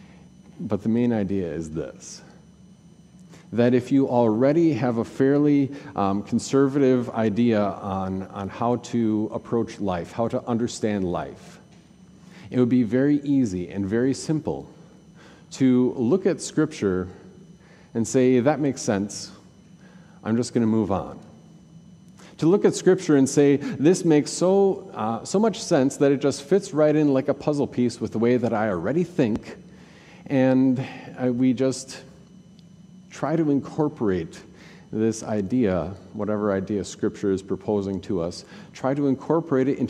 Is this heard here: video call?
no